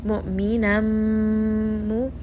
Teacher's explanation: So I know for sure here that I am going to merge the tanween with the meme. · Term: idgham